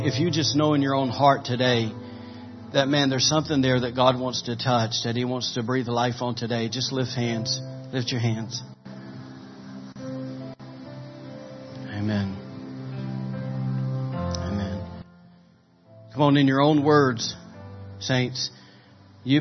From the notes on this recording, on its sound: was recorded on April 16, 2017 during Sunday morning service at Celebration Life Family Church